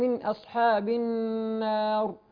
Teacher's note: من اصحاب من أصحاب، كلمة أصحاب فيها الصاد مفخمة، نعم، فنراعي ترقيق الهمزة أصحاب، كذلك الحاء، فتكون من أصحاب النار. كلمة النار الراء هنا عند الوقف عليها مفخمة، مفخمة، ولكن عند الوصل إنها أترقق.